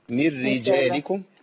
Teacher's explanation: الراء مشدده بالكسر، فيبقى الرأين الاثنين مرققين